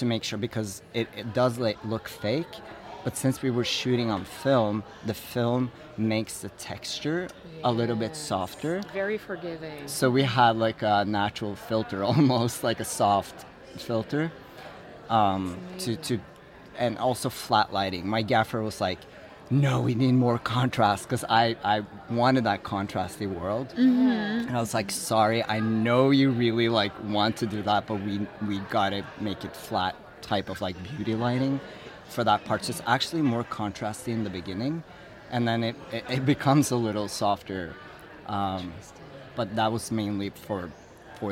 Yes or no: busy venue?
yes